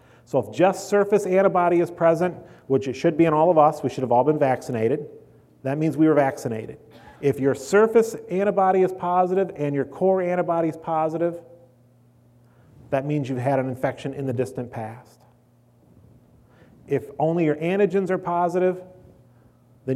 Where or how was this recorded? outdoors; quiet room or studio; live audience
live audience